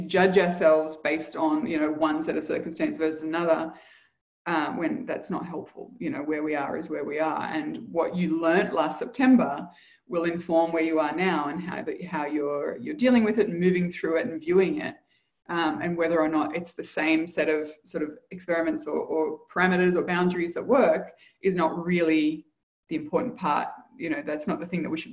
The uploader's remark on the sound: Live Community Call